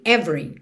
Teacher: lembra que o E do meio não é pronunciado, então você já junta o V no R